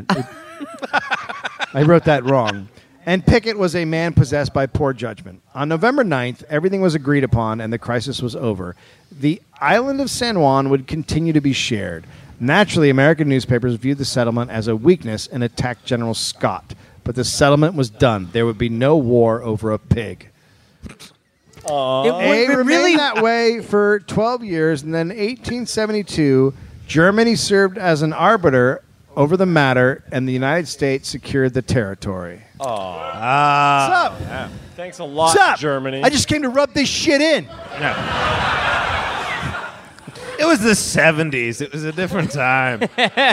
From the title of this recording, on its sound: Live in Vancouver